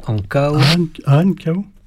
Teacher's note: Ces deux mots sont composés de deux syllabes et non de trois. Dans ces deux mots, l'accent tonique se porte sur la première syllabe.